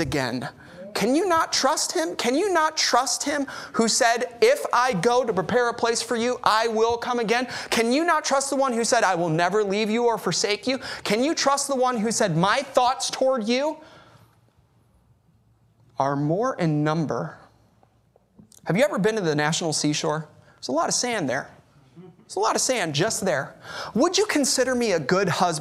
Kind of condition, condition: setting, large echoing room